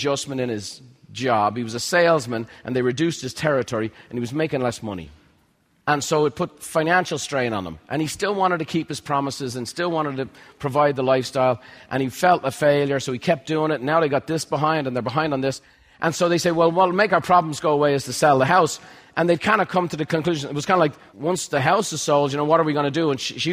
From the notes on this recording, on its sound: recorded at MasterMind Summit® in San Diego